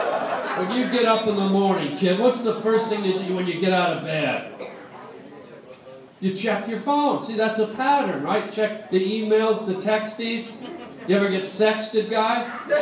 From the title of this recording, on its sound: LIVE on the Sunset Strip - Stand Up!